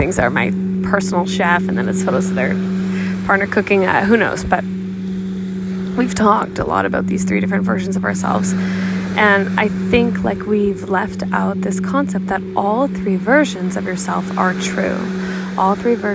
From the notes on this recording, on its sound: Life chat by the ocean. Hopefully the calming noise of the ocean brings you peace.